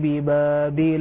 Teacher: من بين الشفتين معا، بانطباق أم بانفراج؟ بانطباق. · Term: حرف الباء